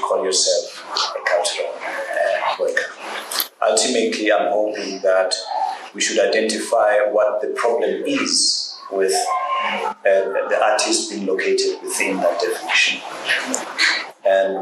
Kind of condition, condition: setting, busy venue